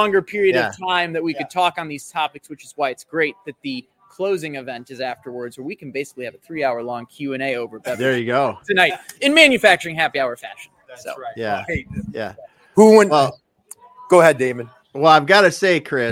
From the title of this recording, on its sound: Live at the Industrial Marketing Summit 2024